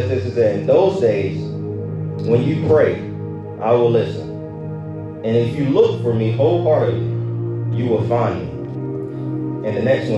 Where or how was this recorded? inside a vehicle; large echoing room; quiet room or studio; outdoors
large echoing room